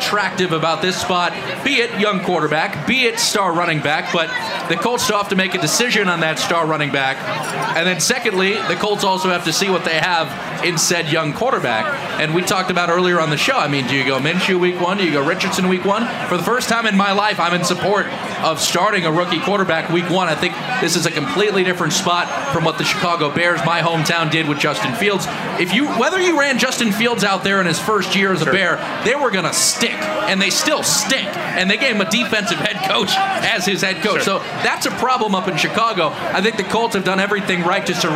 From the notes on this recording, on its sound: Live from the track. From Pagoda Plaza. How jam packed the Indianapolis Motor Speedway is right now for Carb Day.